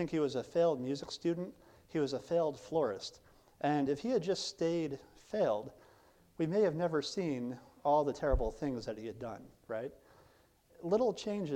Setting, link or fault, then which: setting, large echoing room